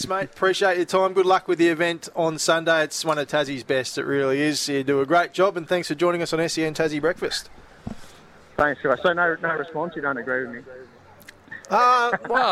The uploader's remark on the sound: LIVE from Chemist Warehouse.